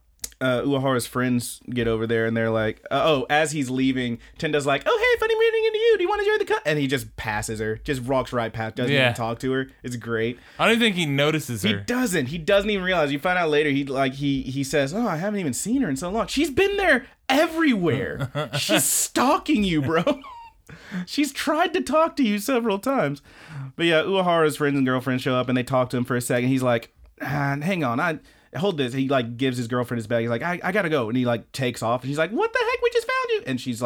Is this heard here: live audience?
no